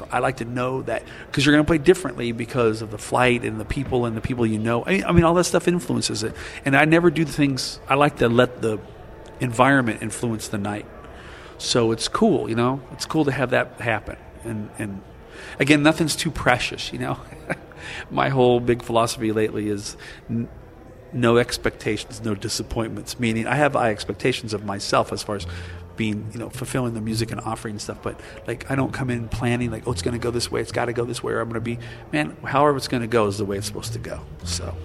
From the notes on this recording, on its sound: between his sets at the 2007 Rochester International Jazz Festival